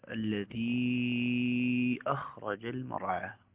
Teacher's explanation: مد منفصل، وكذلك مشبع لدى ورش